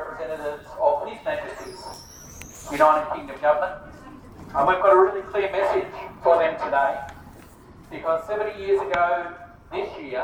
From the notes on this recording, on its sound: This week we bring you recordings from two public events on Collins Street Melbourne that are calling for justice and reparations for those directly impacted by industrial disasters. Visited BHP's global headquarters seeking justice.